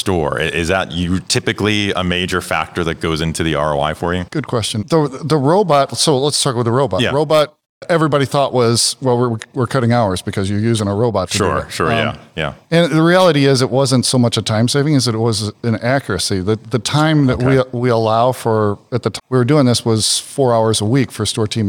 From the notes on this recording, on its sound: interviews recorded live and in-person at Groceryshop in Las Vegas, NV